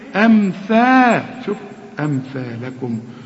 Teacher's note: طلع لسانك ها في الثاء وهتمدها ألف كاملة